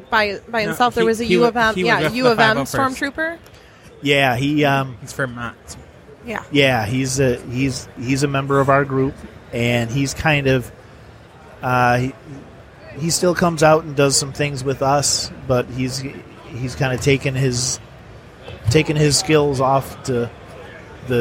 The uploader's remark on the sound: Live from Great Lakes Comic Con